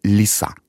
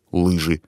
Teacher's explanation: в русском, например, есть мягкий звук л в слове лиса. и твердый «л» — лыжи.